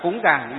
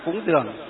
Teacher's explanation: để chúng ta biết được là cái phát âm miền Bắc thì là cúng giàng, miền Nam thì là cúng dường